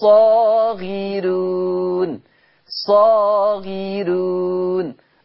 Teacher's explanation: هتقولوا لي ما مفخمة، اقول لك ده عند حفص. لكن الراء مضمومة وقبلها حرف مكسور يبقى ترقق عند ورش